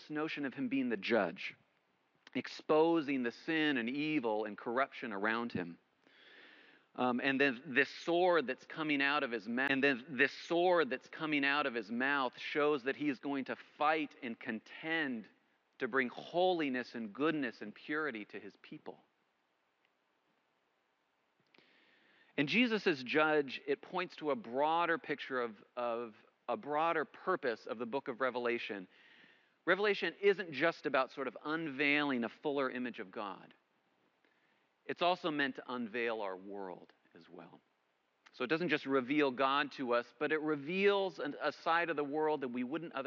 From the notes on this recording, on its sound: coming to you from Old South Presbyterian Church in Newburyport, MA.